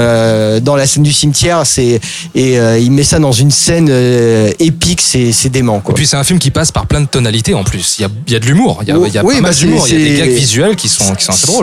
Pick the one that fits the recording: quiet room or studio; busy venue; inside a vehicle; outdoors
busy venue